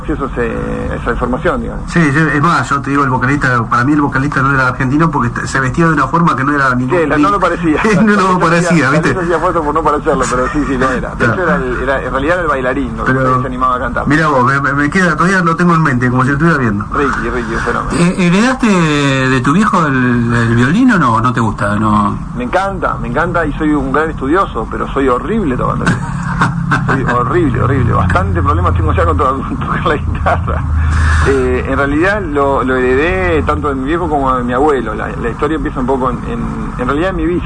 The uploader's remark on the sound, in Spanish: Nota telefónica